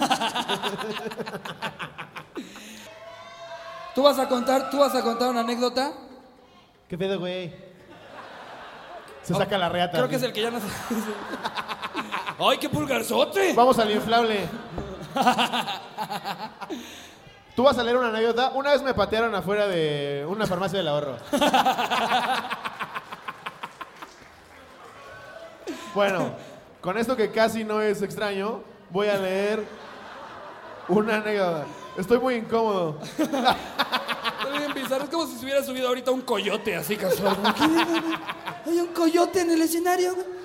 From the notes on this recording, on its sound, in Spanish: En vivo desde Puebla. Todo esto con el grandiosos público de puebla.